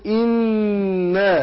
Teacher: إنا أرسلنا، الهمزة زي ما اتفقنا ما بنيجي نبدأ بالهمزة المكسورة هنا بننطقها بنبين الكسر اللي فيها مع كون ان هي حرف مستفل مرقق، فاقول ايه ان، وبعدها الهمزه النون مشدده بنديها غنه حركتين، فاقول ان، يبقى النون هنا ايه مشدده بنديها غنه حركتين